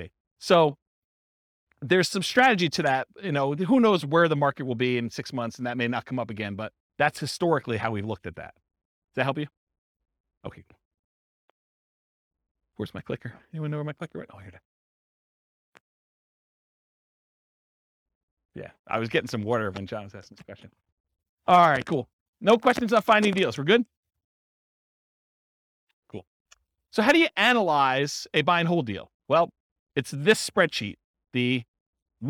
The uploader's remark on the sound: This was a live class recorded.